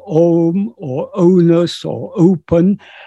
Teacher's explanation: Whereas we pronounce U as in put or pull by allowing the air to pass out through lips that are almost closed. And we pronounce O as in om or onus or open by allowing the air to pass out through lips that move from being open to almost closed. Thus, the transition from R to U forms O.